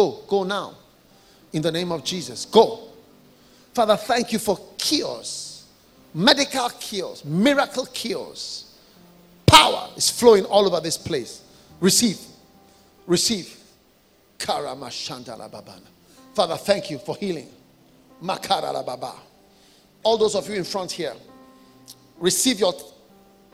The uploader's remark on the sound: Preached during a pastors' and leaders' conference at the Cathedral of praise in Manilla Philippines on the 3rd of December